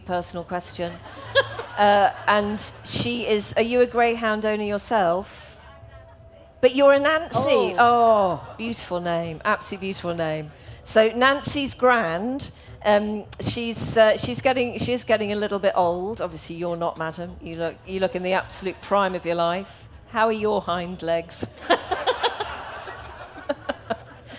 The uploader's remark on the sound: Live from Latitude Festival